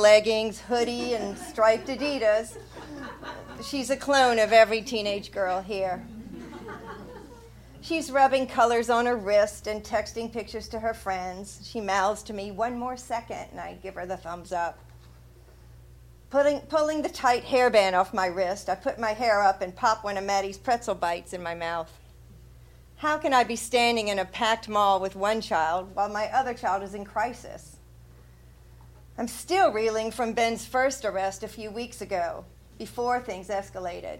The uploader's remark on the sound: Live From #ExMoShow Silver Lake December 2017